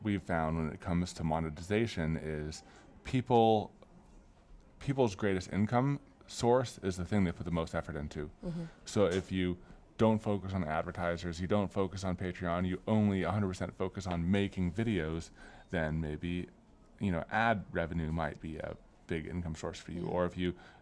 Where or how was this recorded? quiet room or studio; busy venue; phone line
busy venue